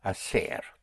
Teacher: To do or to make is hacer, spelled HACER. Again, the H is not pronounced, so you have hacer, to do.